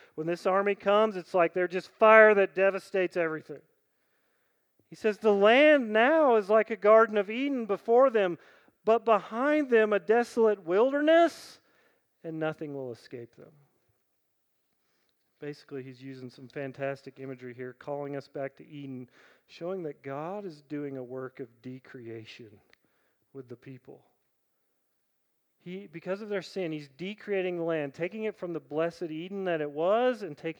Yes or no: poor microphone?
no